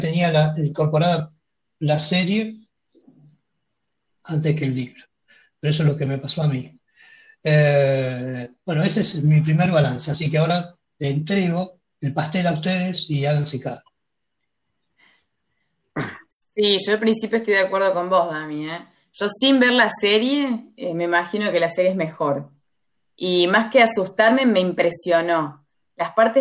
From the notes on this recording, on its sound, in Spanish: La hicimos usando #jitsi. 6ta. Juntada Virtual.